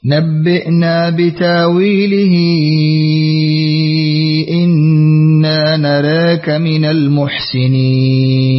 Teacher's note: لورش بإبدال الهمزة وإشباع المنفصل والتقليل في نراك